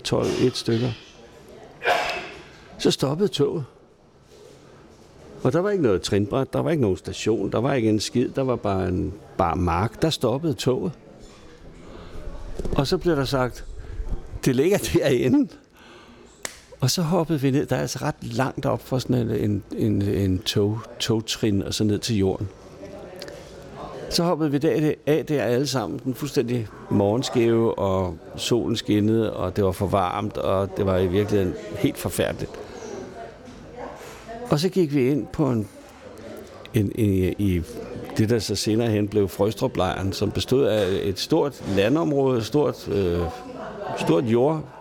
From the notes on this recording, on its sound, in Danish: Optaget på Fingerbøllet, Christianshavn.